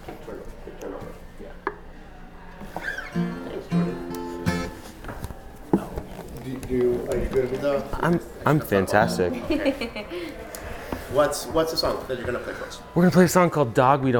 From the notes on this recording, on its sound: Live from SXSW 2022. Live from their home city of Austin, Texas.